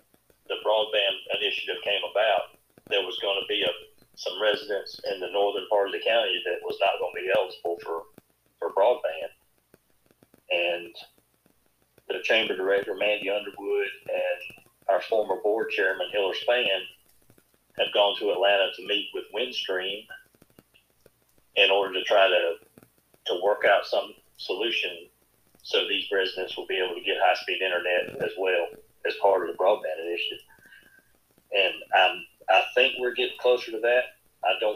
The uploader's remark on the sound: On the first over the phone interview.